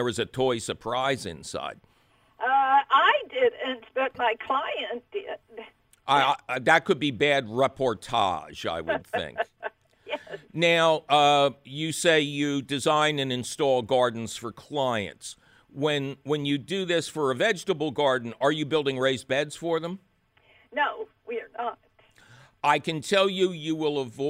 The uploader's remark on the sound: phone call questions